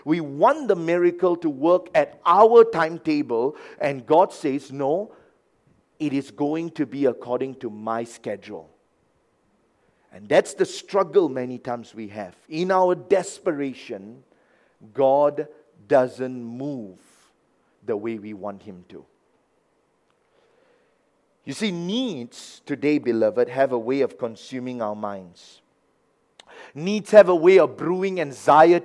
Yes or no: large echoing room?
yes